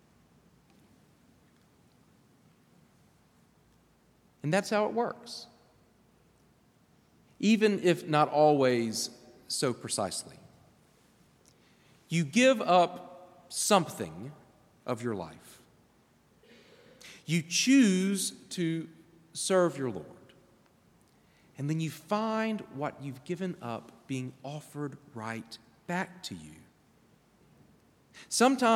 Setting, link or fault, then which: setting, large echoing room